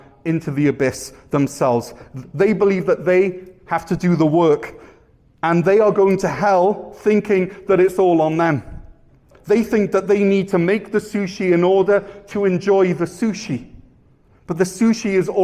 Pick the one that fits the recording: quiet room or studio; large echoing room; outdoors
large echoing room